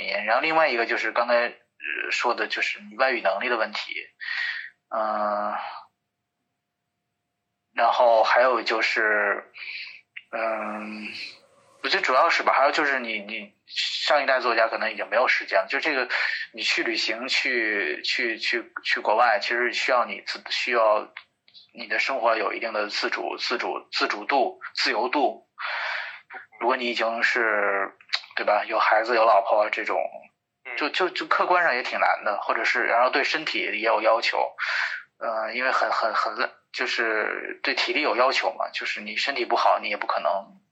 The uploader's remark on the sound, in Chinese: 本期音频由线上分享会录音剪辑而成